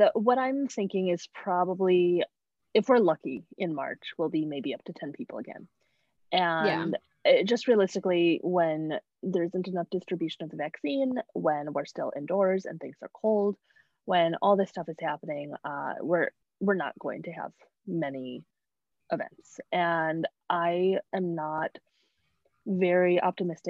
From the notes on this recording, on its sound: Sound quality was affected due to internet at the time of recording.